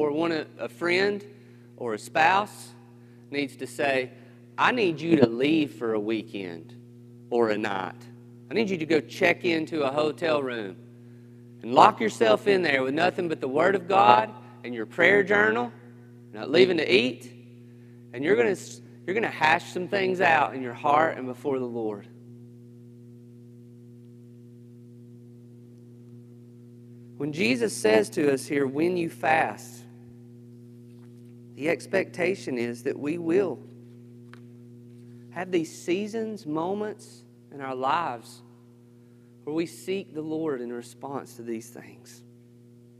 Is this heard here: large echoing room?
yes